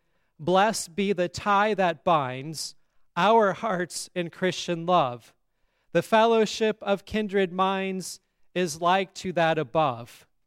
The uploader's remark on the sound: Sermon on All Saints' Day at Grace Lutheran Church, Lexington, MO.